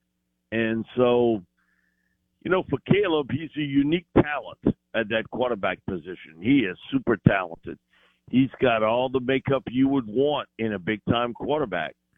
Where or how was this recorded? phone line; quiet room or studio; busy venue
phone line